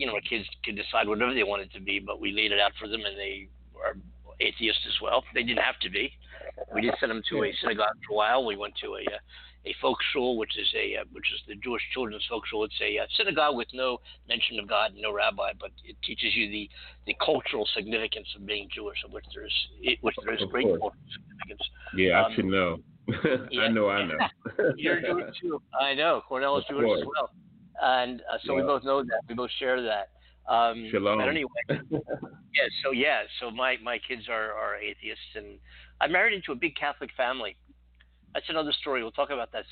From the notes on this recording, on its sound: It is a live call in show.